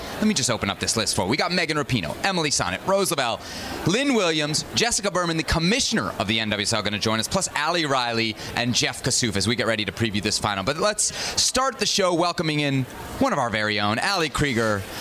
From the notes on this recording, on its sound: live from San Diego, California on NWSL Media Day